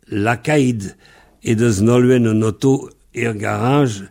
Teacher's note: on écrit L-A-K-A-E-T, mais on prononce comme si c'était L-A-K-A-E-D · Term: liaisons